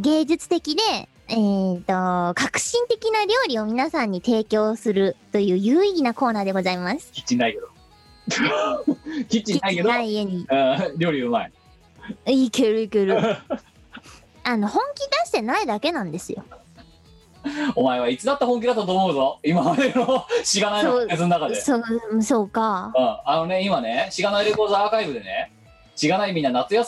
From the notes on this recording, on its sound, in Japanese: 本番組はリモート収録です。収録時環境の影響により、聴き取り辛い部分があります。今週も元気に外出自粛で、リモート収録。